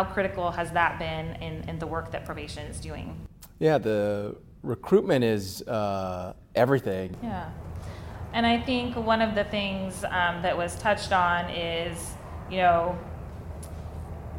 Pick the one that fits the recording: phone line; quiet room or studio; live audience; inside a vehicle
live audience